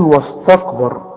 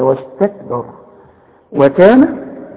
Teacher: هي واستكبر وكان كلها مرققة · Shown in: second take